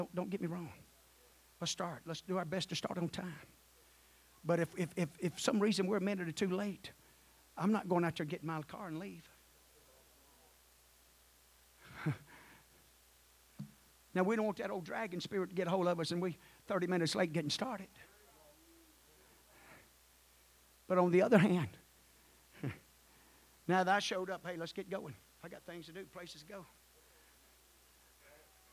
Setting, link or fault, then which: setting, large echoing room